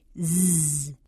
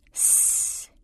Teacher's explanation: You should feel a vibration from your throat in your fingers. If you whisper that same sound, you end up with s and you feel that your fingers don't vibrate.